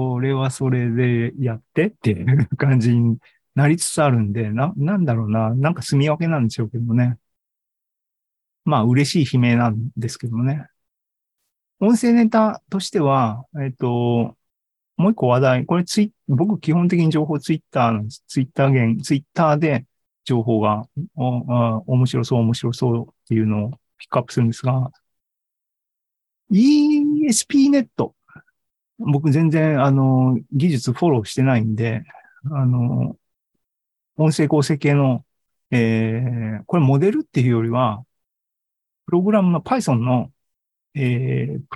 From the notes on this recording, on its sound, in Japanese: ZENKEI AI ポッドキャスト、シーズン３７は２０２３年１月２５日に開催した ZOOMライブの模様です。